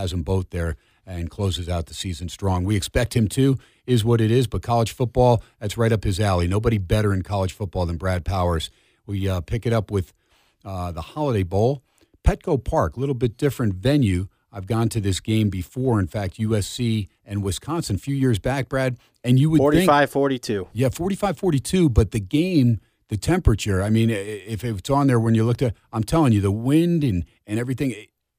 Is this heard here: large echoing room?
no